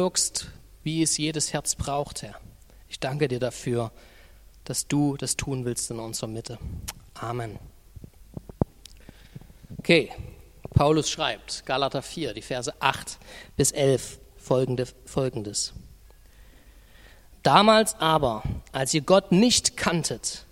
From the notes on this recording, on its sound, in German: Die Predigt ist aus dem Gottesdienst vom 25.